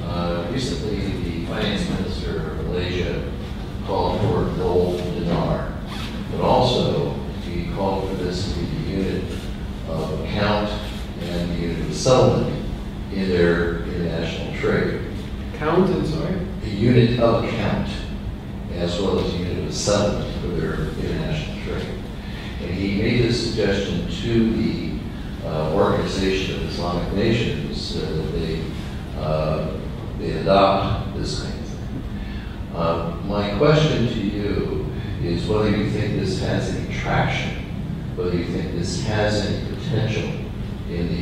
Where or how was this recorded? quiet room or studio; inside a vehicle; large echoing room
large echoing room